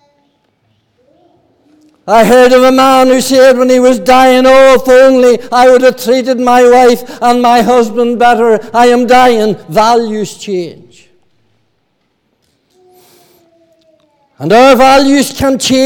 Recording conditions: large echoing room